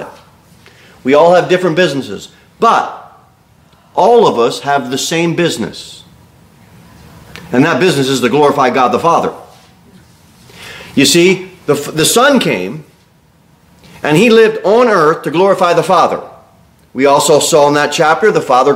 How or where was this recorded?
large echoing room